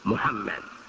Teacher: It's actually a blend of the U and the O